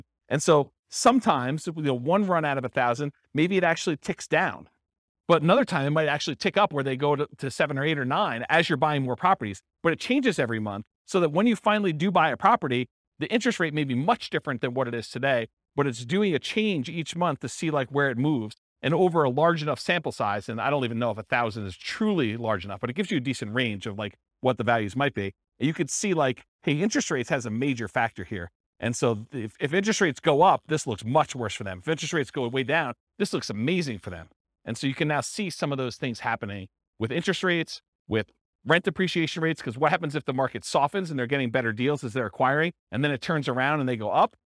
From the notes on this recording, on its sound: This was a live class recorded